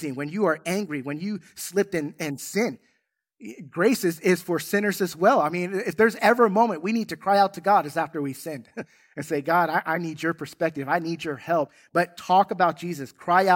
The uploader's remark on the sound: In this Easter Sunday service. Recorded from South Gate Fellowship in Duncanville, TX.